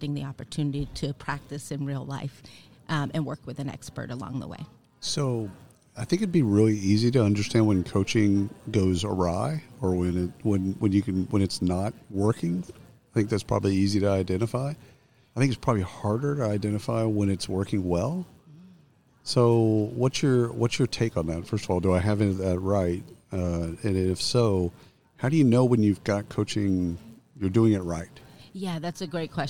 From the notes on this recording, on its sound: Live from SHRM 2022.